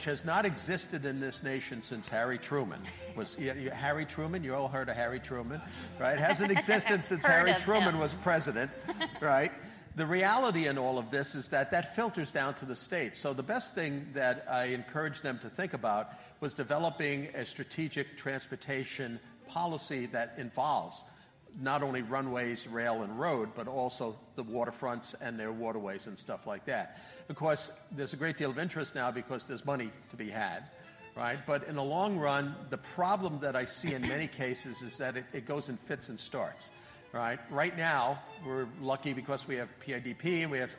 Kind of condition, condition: setting, live audience